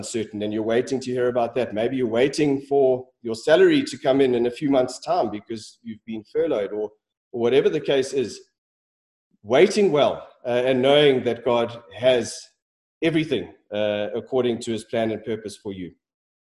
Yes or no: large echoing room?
yes